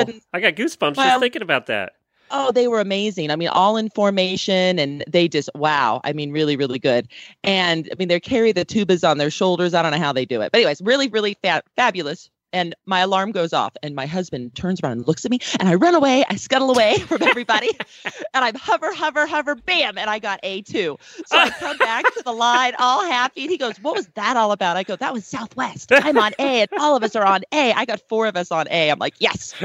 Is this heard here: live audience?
no